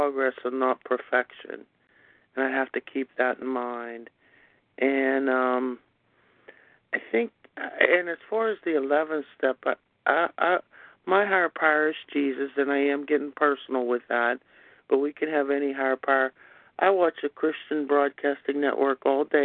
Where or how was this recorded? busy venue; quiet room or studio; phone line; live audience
phone line